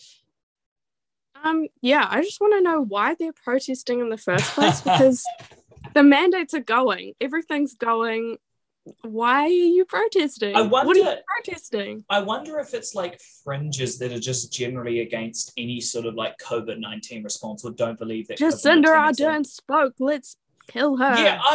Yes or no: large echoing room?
no